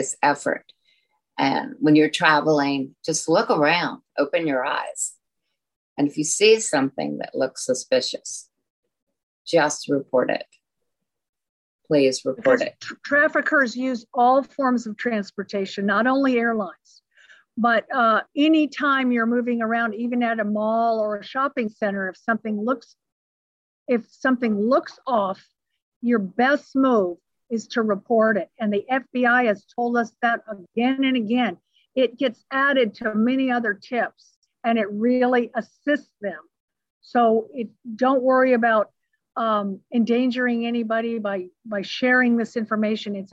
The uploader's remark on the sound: recorded over Zoom